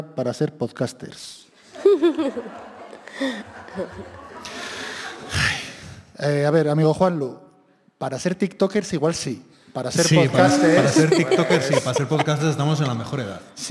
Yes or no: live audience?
yes